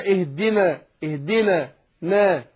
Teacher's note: يبقى النون مرققة، وطبيعي هتنطق الالف بعدها ايه مرققة